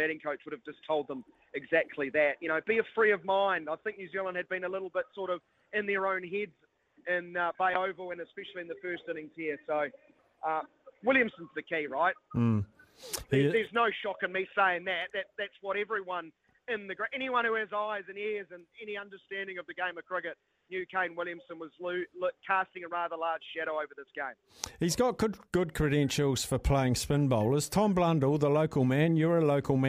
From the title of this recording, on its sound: Live From The Basin Reserve